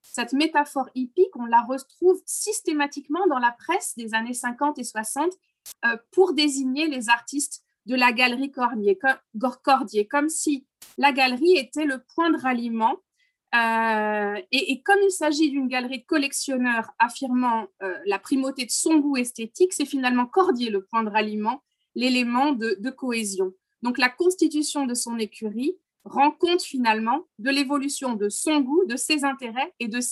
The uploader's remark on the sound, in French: Enregistré sur Zoom